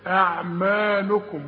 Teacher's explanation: الميم عليها الألف، أعمالكم وتمدها ألف كاملة